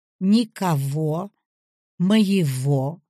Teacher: звук «г» в окончаниях «ого», «его» произносится как «в».